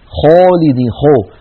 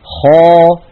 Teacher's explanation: فلما يضم شفتيه يخرج صوت خليط من ألف وواو في آن واحد · Shown in: first take